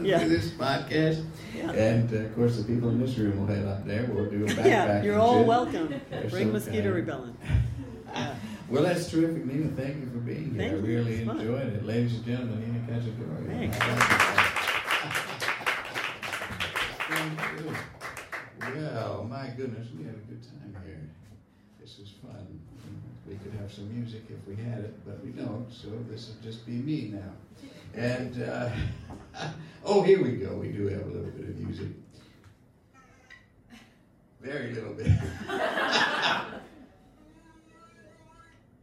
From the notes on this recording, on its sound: Taped live at the Brooklyn Lyceum